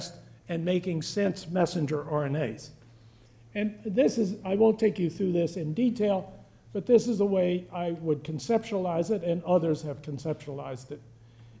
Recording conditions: live audience